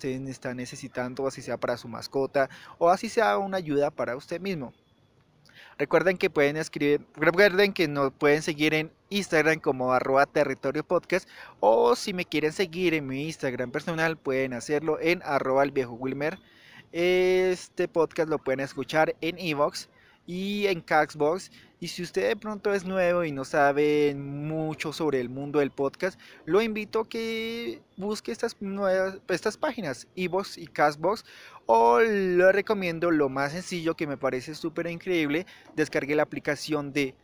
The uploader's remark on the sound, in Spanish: Este episodio fue grabado en un parque